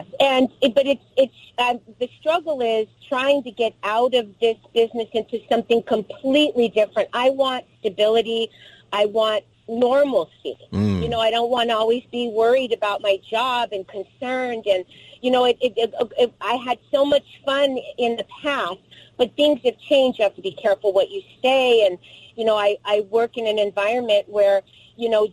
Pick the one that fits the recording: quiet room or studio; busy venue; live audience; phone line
phone line